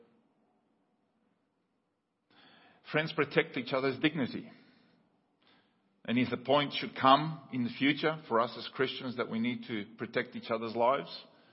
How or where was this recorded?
large echoing room